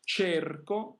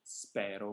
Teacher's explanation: Quindi la prima cerco è chiusa, spero è aperta.